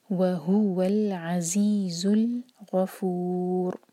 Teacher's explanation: وہو العزیز الغفور غین ہیوی اور ان میں را ساکن کر کے رک رہے ہیں اور اس سے پہلے ہے بما تو را بھاری پڑھا جائے گا منہ بھر کر